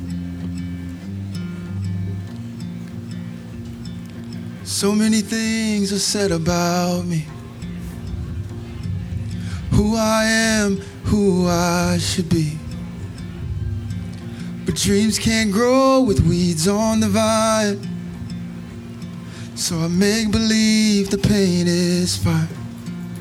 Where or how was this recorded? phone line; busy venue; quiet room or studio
busy venue